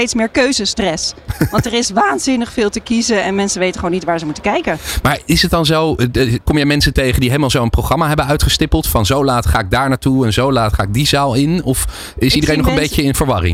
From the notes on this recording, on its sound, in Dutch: De Remote Working Summit op New Business Radio 2023. Live-verslag van de Remote Working Summit. Een dag bomvol kennis en inspiratie, met tien keynote sessies, meer dan 25 seminars en zeven live debatten én veel netwerkmogelijkheden op het beursplein.